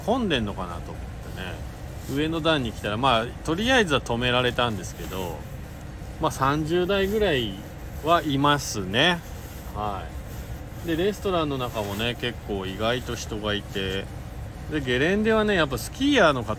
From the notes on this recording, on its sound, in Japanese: 本日、白馬岩岳スキー場で滑り終了後 白馬さのさかスキー場に移動してクールダウンの２本 その後に車の中から。Stand.fm。